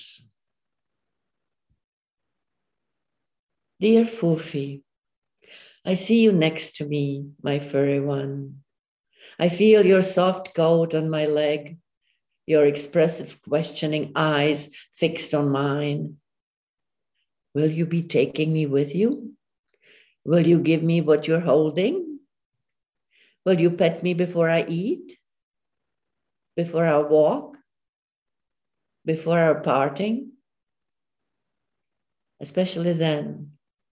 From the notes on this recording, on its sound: Via Zoom from Prague.